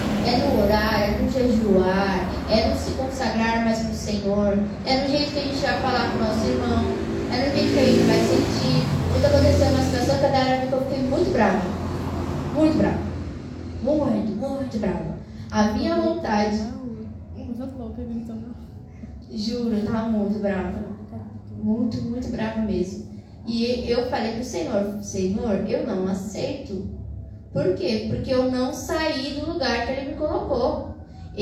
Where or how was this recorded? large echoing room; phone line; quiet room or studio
large echoing room